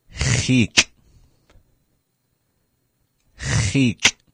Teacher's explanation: We begin with our cha sound, cha, followed by e, our vowel e, and ending on the glottal stop